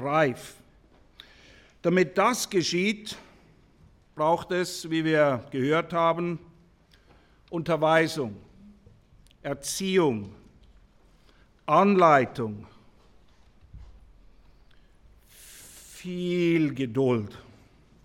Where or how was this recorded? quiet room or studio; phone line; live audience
live audience